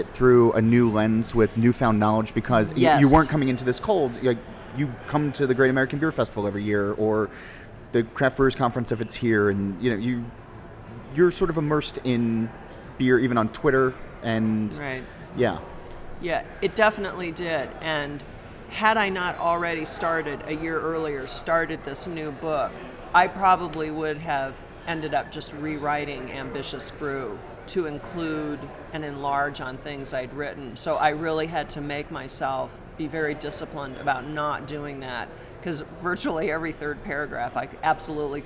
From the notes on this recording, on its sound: recorded in Denver during the Great American Beer Festival